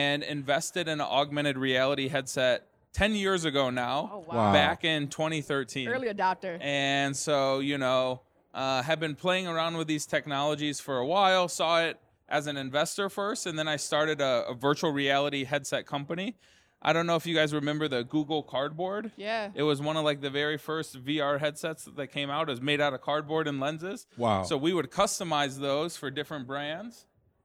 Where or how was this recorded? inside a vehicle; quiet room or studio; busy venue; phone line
busy venue